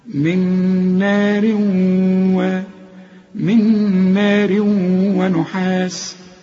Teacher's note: هي نار تنوين وبعد واو اللي هو من حروف الإدغام، واسمعها كأن الواو عليها الشدة